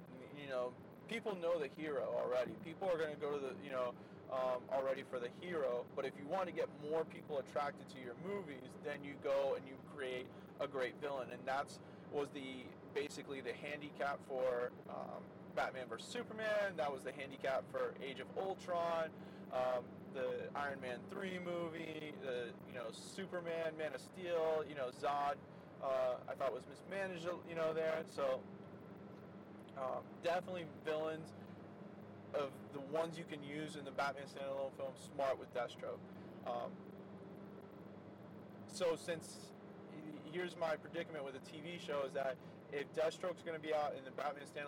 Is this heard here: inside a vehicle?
yes